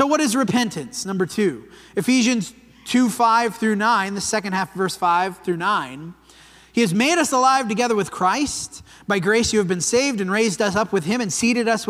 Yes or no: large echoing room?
yes